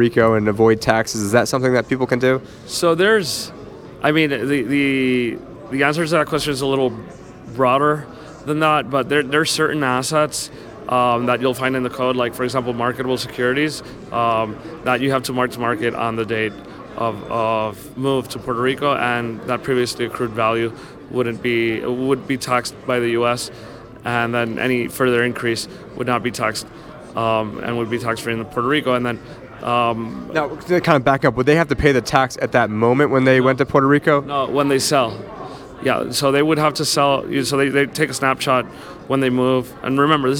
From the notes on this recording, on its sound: This is an episode that never aired. This is from the Coin Agenda Conference.